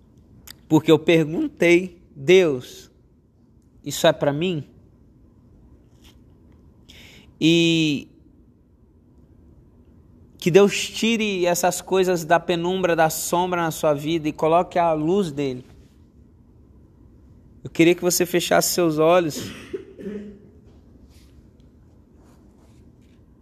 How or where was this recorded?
large echoing room